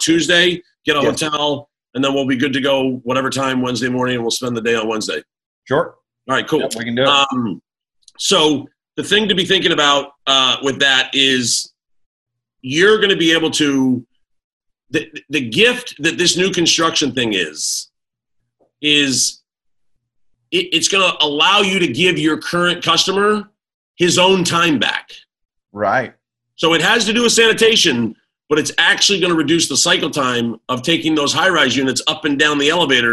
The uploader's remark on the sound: I decided to dive into the arena of live video podcasts. My first ever recorded Zoom as a Host.